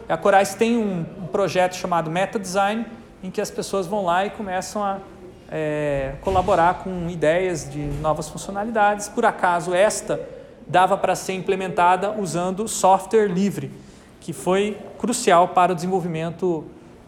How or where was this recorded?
large echoing room